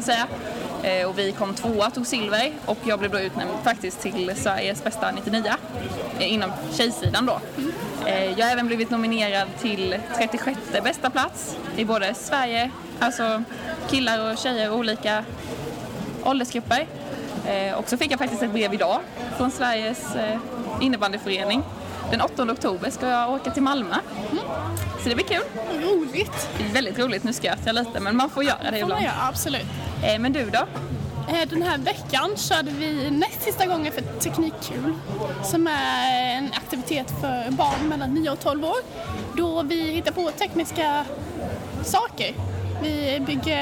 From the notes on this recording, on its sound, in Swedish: Andra avsnittet av tekniktjejer spelas in live under Science City lördagen den 22/10.